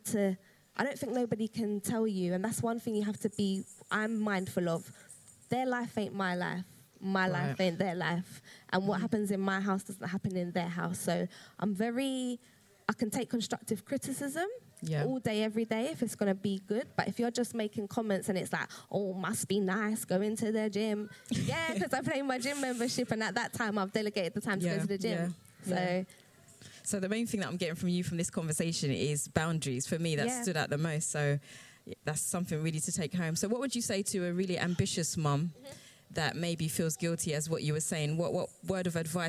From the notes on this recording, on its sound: Part 1 of 'Badass Mums Live' at the Roundhouse